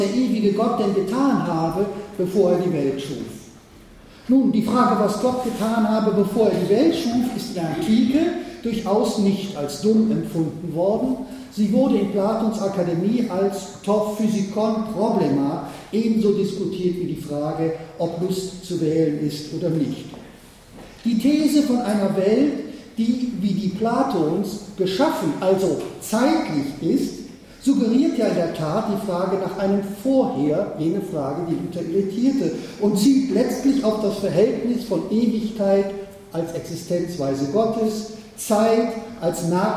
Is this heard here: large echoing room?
yes